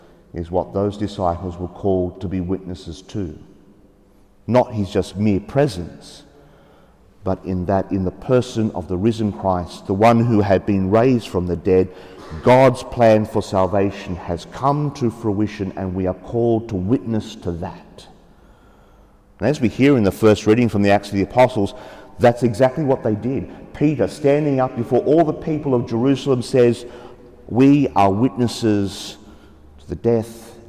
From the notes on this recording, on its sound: The homily for the 3rd Sunday of Easter (Year B) from Sacred Heart Cathedral, Hamilton.